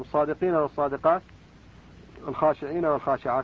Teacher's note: فالدال والشين مخرجهما واحد من شجر الفم فيشتركان في ذلك